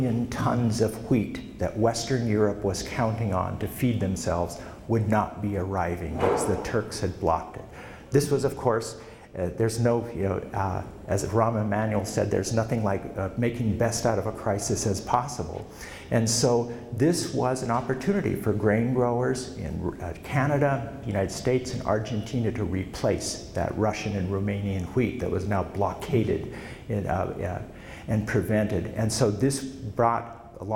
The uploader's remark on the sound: Presented at the 2013 Montana History Conference in Sidney.